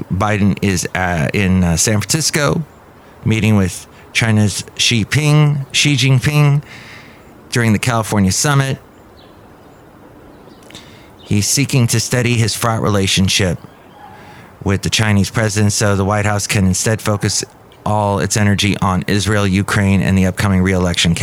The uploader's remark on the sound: podcasts live from Café Anyway